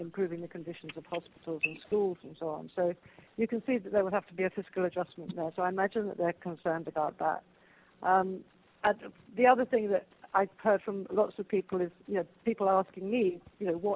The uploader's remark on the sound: The Atlantic Council’s Adrienne Arsht Latin America Center held a conference call.